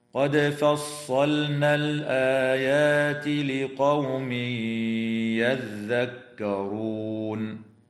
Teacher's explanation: تقلقل الدال في كلمة قد في حالتي الوصل والوقف · ويدغم التنوين في الياء مع الغنة في قوله تعالى لقوم يذكرون، وتنتهي الآية اتفاقا عند كلمة يذكرون، والوقف عليها من قبيل الوقف التام.